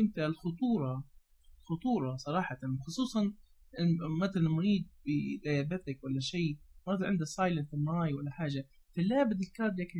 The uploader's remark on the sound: We put this together quickly, so excuse the relatively poor sound quality and some of the ad libbed content.